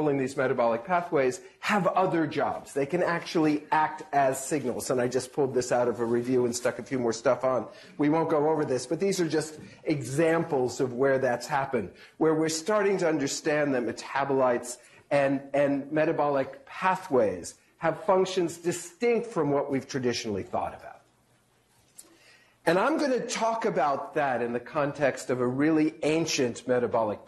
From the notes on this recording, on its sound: Norris Cotton Cancer Center Grand Rounds presented on October 24, 2017.